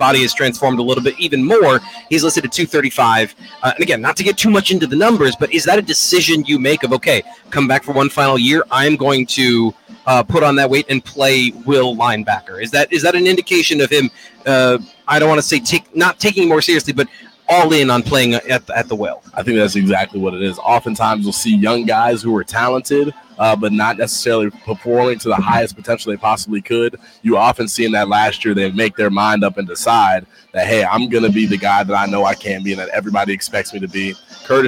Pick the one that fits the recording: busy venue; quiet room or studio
busy venue